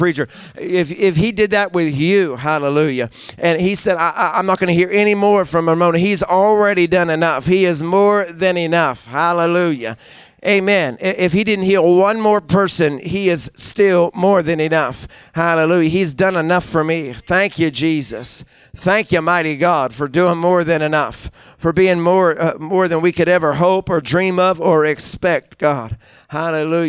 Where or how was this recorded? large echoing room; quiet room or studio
large echoing room